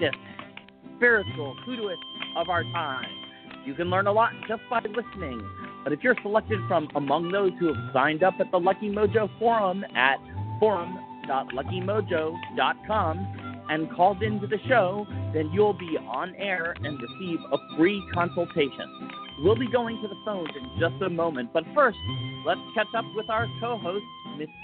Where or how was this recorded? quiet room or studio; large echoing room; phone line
phone line